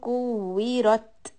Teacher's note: واو with the كسرة has a شدة on it, so we are going to emphasize the كسرة، and the راء is heavy, so pick up the tongue, and the tip of the tongue should be further away from the gums on the upper teeth